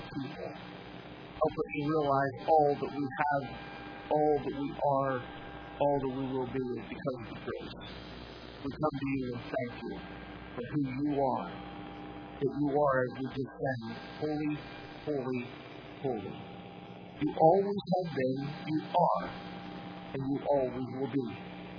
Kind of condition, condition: setting, large echoing room